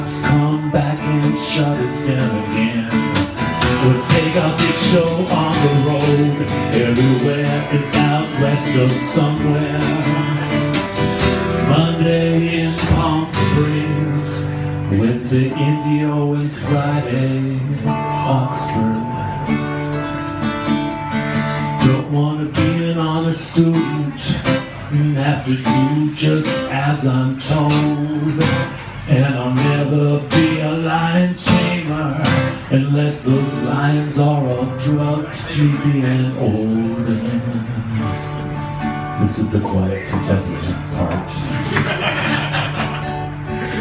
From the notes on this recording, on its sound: Live In Hammersmith.